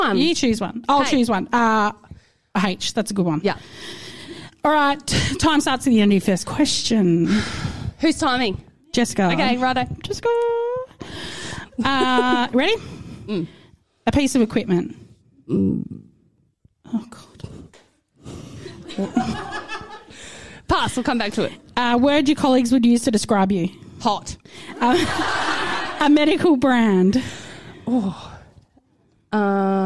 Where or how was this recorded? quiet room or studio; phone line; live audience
live audience